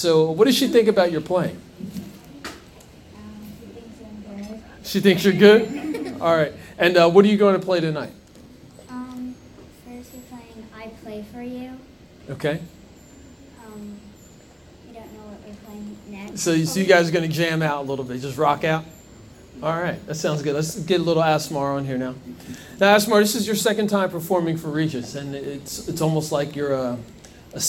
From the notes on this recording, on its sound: During his performance during the REJS Entertainment Rising Stars Spotlight at Tavern On The Lake in Hightstown NJ.